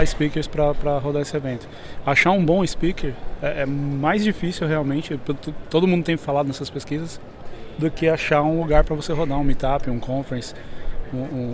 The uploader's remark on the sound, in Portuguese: Saõ Francisco – USA, para participar da maior conferência sobre Docker do mundo! Gravado no meio da efervescência do evento.